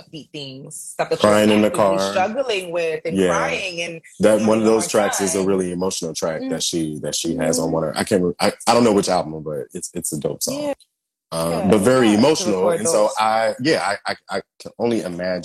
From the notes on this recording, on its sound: the audio from my InstaLive conversation